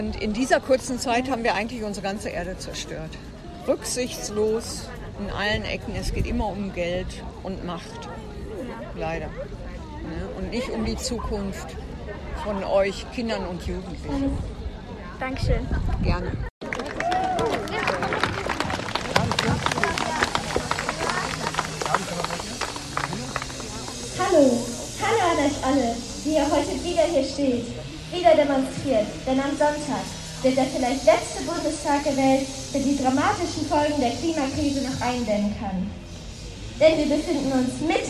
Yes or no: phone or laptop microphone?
yes